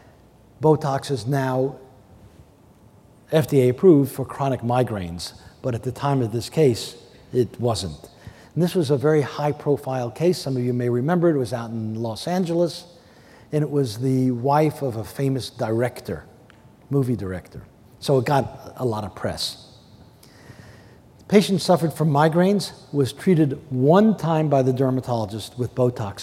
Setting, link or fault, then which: setting, large echoing room